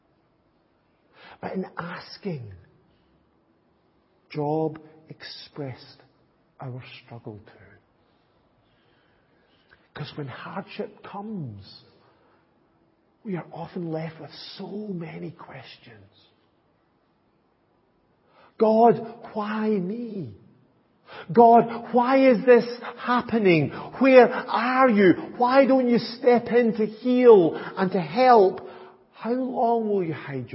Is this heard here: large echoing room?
yes